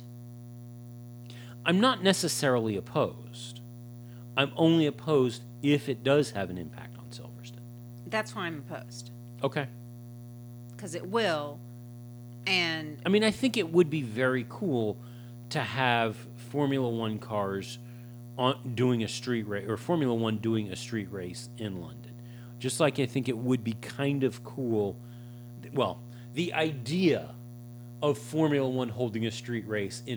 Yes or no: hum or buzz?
yes